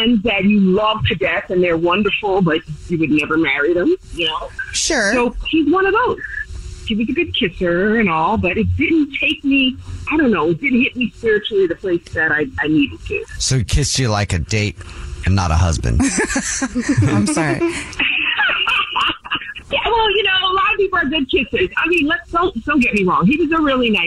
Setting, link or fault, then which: link, phone line